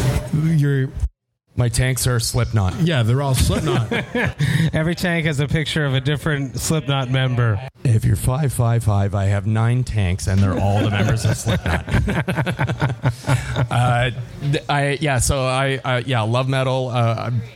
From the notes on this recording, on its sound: Live broadcast from Folly Brewpub in Toronto. This was recorded live downtown Toronto in front of an audience.